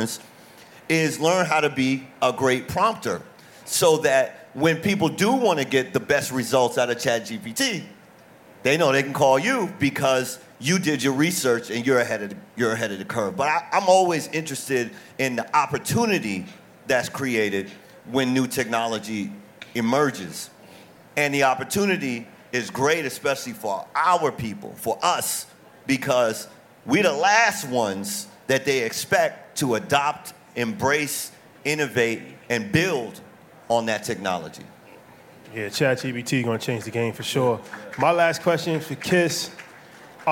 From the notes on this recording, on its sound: at our South by Southwest panel